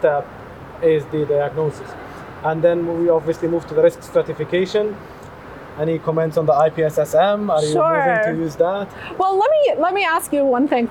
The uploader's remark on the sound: This discussion was filmed at the Eleventh Annual Meeting of the Society of Hematologic Oncology (SOHO 2023) held in Houston, TX.